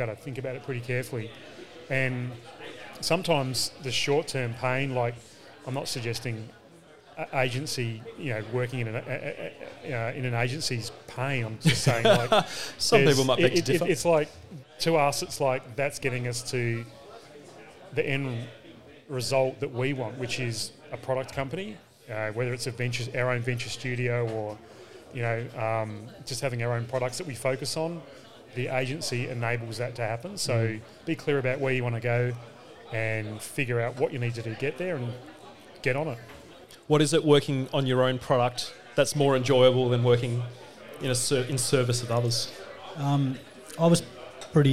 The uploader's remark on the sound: Live at We Work in Perth